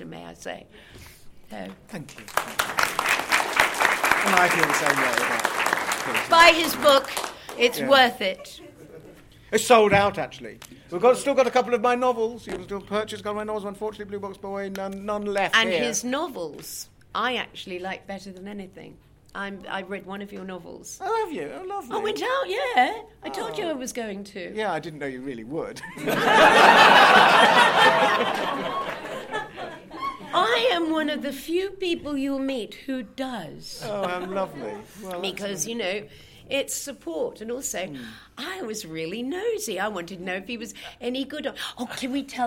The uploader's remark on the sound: This is the audio we recorded at that panel.